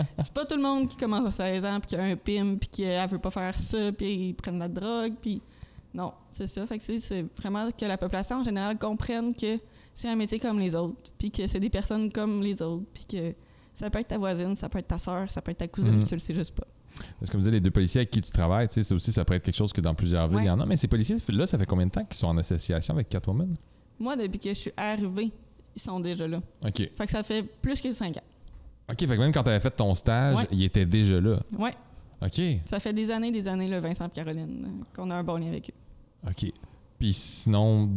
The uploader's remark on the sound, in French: Le podcast a été enregistré en octobre 2021 à la microbrasserie le Boquébière au 50, rue Wellington Nord à Sherbrooke